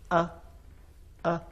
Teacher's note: एक दफ़ा गला बंद होता है, बंद होकर फौरन जब गला खुलता है तो ये हमज़ा का तलफ़ुज़ निकलता है